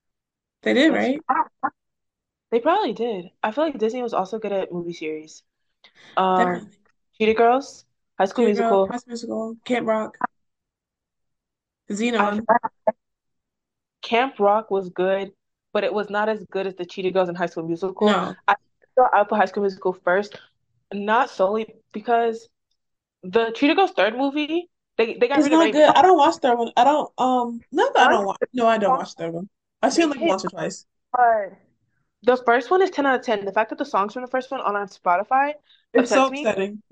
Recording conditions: video call